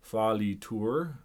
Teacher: Just try not to pronounce the end R. Fallitur, like that.